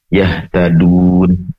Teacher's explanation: dal makhraj atau tempat keluarnya huruf dal berasal dari ujung lidah yang ditempelkan ke tempat tumbuhnya gigi seri atas sambil mengenai gigi sedikit ya.